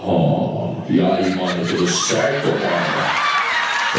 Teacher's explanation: Sotaque da periferia de São Paulo, que na periferia de São Paulo a voz das pessoas vai ficando grave